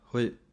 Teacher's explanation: ਜਲਦੀ ਨਾਲ ਪੜ੍ਹਨਾ ਹੈ ਕਿਉਂਕਿ ਦੋਵੇਂ ਲਘੂ ਮਾਤਰਾਵਾਂ ਹਨ